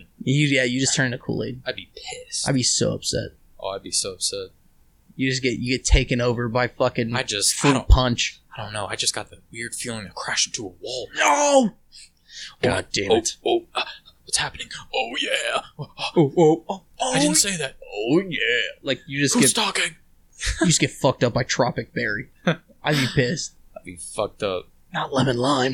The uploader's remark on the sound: Audio will be better next time.